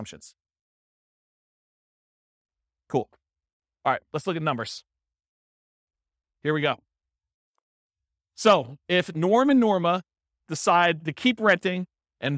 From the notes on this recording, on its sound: This was a live class recorded